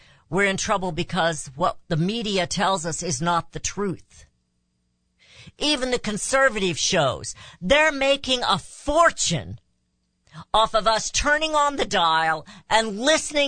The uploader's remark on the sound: Takes congratulatory phone calls from listeners across the country.